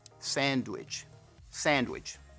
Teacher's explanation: Dese cuenta que la D, cuando dice sand, cuando se une con which, parece que dicen dwitch.